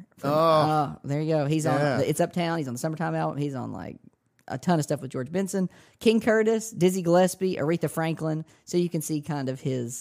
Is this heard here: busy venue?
no